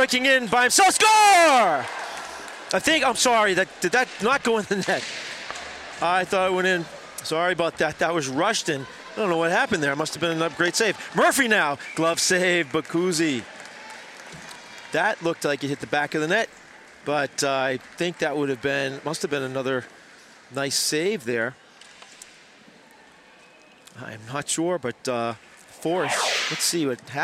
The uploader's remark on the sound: Coverage of the 2023 Mayor's Cup Youth Hockey Tournament at Boston College.